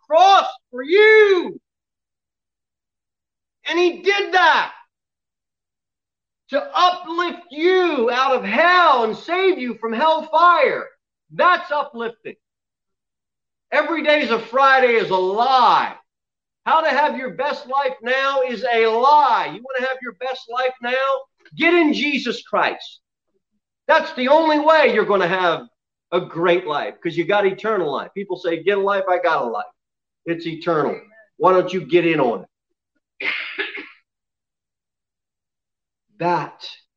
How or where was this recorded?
large echoing room